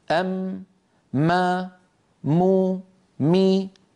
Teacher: أم هل لاحظتم هذا الصوت الأنفي الذي يمر من خلال الأنف؟ إذن مجموع هذين العملين، تصادم الشفتين ومرور الغنة من الخيشوم، مجموع ذلك يشكل لنا حرف الميم. أم ما مو مي فدائما الميم فيها غنة كما رأينا ذلك.